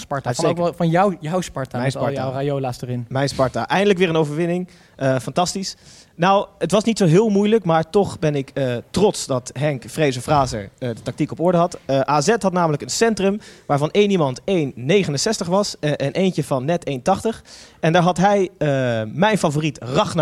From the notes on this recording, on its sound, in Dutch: Zitten we live in een vol stadion! (liveshow XL).